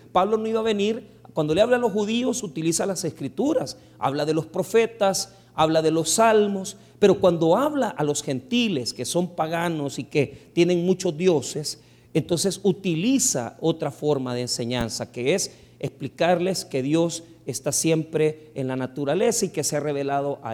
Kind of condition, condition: setting, large echoing room